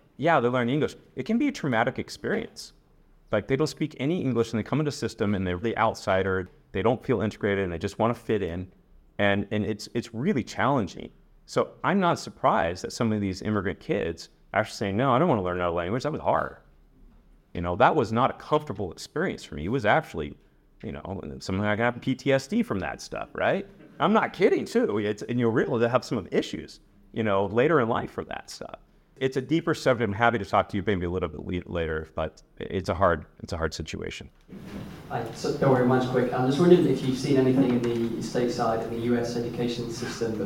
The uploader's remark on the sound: keynote address at the Swire Chinese Language conference in June of 2023 in Newcastle, England, along with 6 speed interviews at the conference